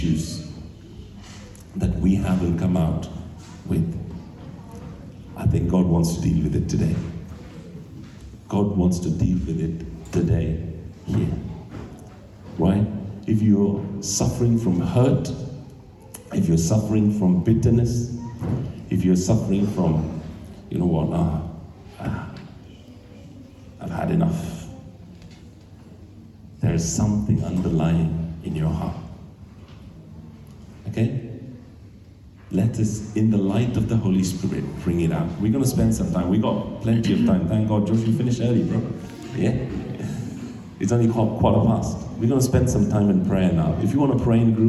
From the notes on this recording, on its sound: This sermon was recorded on Sunday 3rd September 2023 at our Great Denham venue.